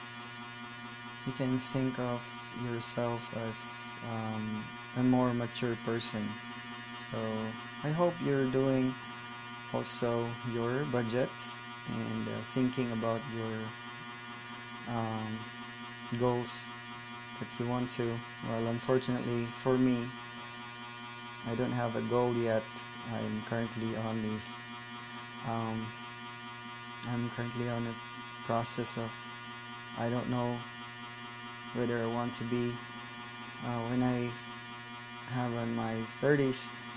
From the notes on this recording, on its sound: sorry for the background noise its my ceiling fan